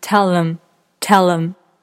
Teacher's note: 是很好听，是因为鼻腔共鸣不到位。练习鼻音的时候，你可以试着想象一下蜜蜂的声音。嗯，大概就是这样。可能，可能我模仿得有点像苍蝇。但是，但是自然界有一种特定的花，只有蜜蜂才可以这些地方采采集的花粉，其他的动物靠近它都不会有花粉掉落，是因为只有蜜蜂吃绑这么多的品绿，才可以让花粉散落。这样传播的会更精准一点，你可以试着去听一下，然后试着去感受一下。在嘴一个例子，字母 H 的泛音在有些情况下会被弱化击穿。比如说，tell him 告诉他的意思。当他连起来读的时候，him 的 h 的音就会被击穿。